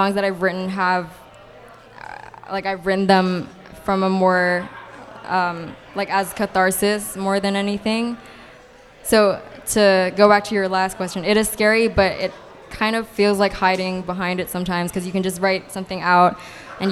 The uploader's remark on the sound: LIVE from Unfiltered SD